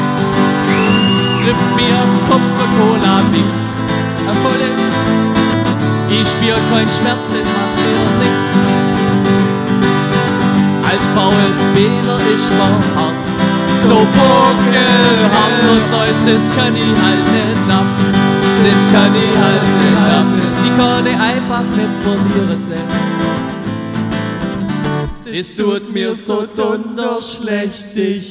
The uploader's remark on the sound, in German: live en dr Mini Music Bar en Leonberg